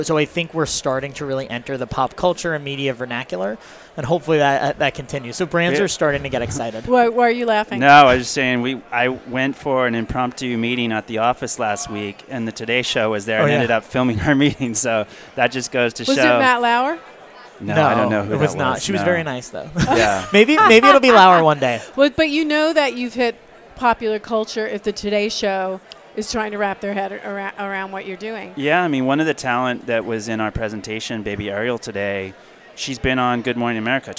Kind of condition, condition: setting, busy venue